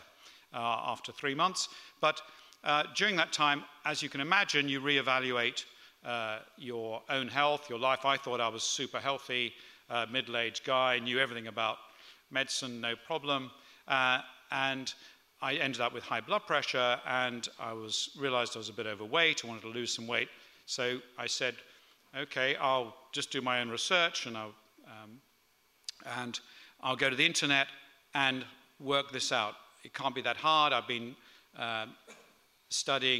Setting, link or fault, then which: setting, live audience